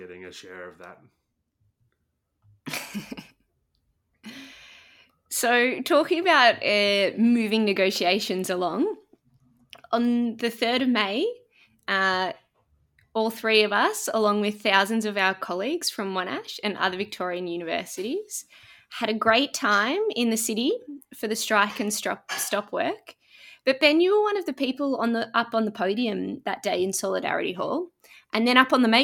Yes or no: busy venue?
no